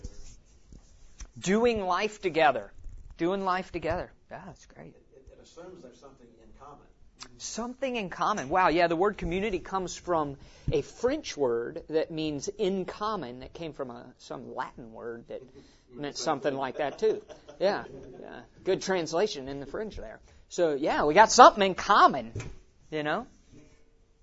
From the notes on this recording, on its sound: The following audio comes from the 2016 National Disciple Making Forum with Discipleship.org. Heres audio content from Sonlife and their track called, Life of Christ Disciple Making.